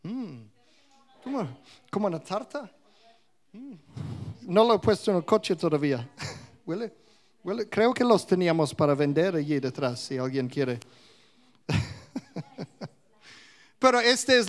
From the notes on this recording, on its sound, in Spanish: Grabado en directo en la Comunidad Cristiana de Vilafranca, Mallorca, España.